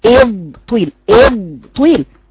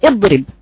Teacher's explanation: ده حرف الضاد ده فيه رخاوة وفيه استطالة · Shown in: first take